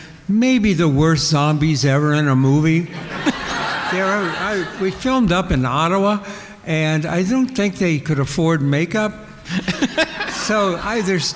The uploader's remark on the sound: In our second live show from the Brown County Library Pop-Con. In this wide-ranging interview in front of a massive live audience.